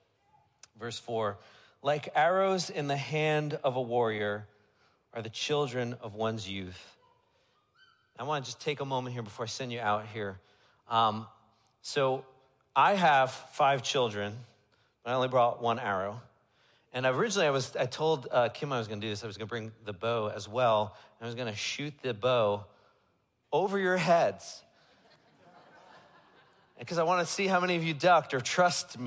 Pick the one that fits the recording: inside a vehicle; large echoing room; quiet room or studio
large echoing room